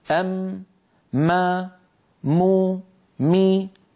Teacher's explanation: مجموع هذين العملين تصادم الشفتين ومرور الغنة من الخيشوم، مجموع ذلك يشكل لنا حرف الميم. أم ما مو مي فدائما الميم فيها غنة كما رأينا ذلك.